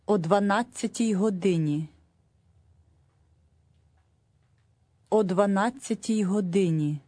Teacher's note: The O sound is put right onto the front of the number